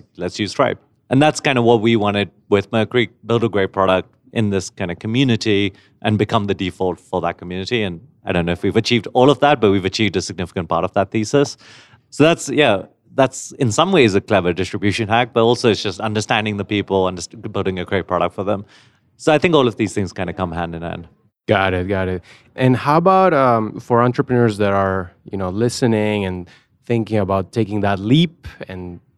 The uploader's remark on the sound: A special set of interviews from Money20/20 Las Vegas, one of the largest Fintech Conferences in the world. We spent a long time looking for a quiet space to record our episode, and when the only available area was an empty corner with no chairs or tables.